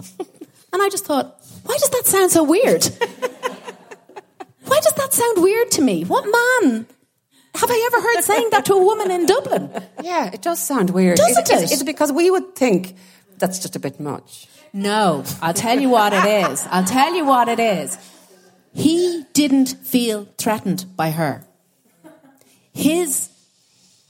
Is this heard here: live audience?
yes